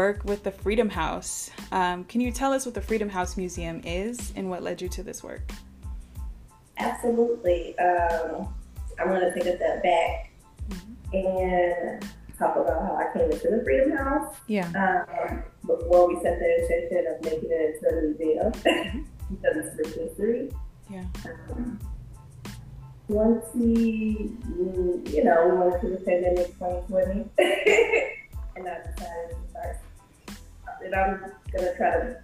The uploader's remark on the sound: The Freedom House Museum here in New Orleans. In this first episode we had some audio issues.